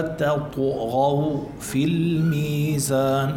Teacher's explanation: فإذا كانت ساكنة فهي من أحرف القلقلة، كمان في عنا قلقلة يعني بنقول تطغو والطاء الميل فيها بالقلقلة إلى الضم